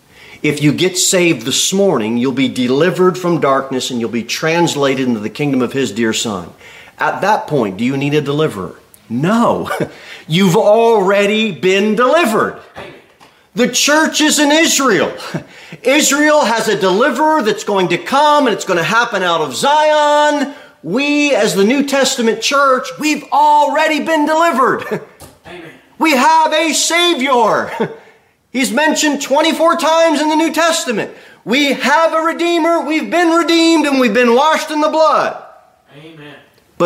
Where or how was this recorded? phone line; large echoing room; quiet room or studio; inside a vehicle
large echoing room